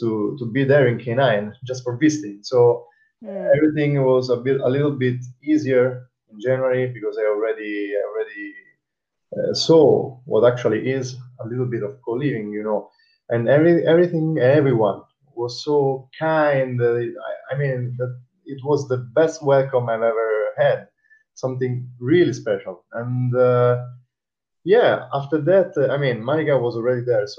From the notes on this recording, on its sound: The sound quality is not as good as I would have wished but we had so many technical difficulties trying to record this talk I thin kthat is the best we will ever get.